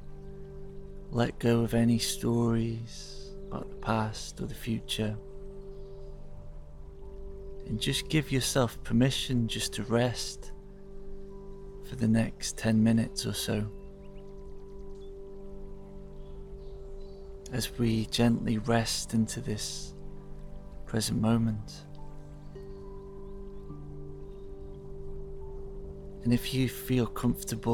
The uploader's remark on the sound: Recorded in the heart of the forest, so you will hear birds and the river. Blended with crystal sound healing.